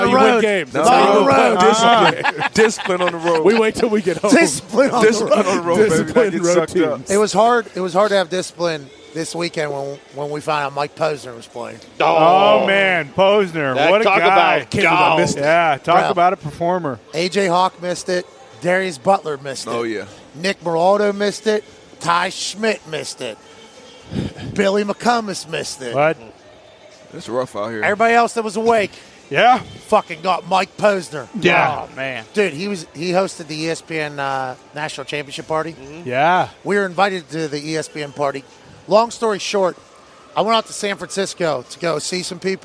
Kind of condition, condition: setting, busy venue